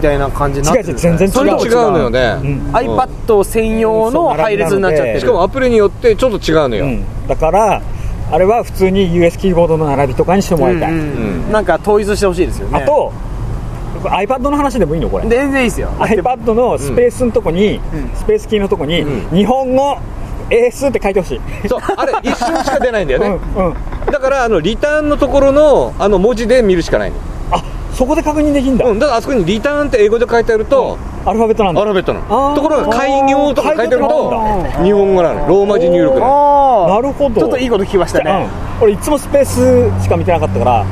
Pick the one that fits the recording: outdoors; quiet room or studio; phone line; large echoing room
outdoors